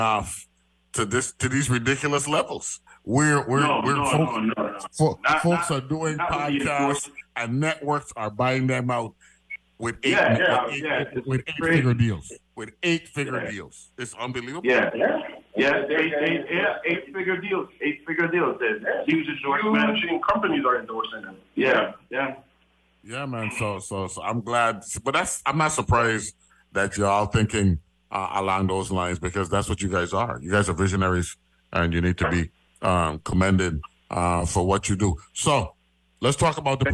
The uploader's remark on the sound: Broadcasting from St Thomas. Speaks on the phone. From The Lofts at Company Street.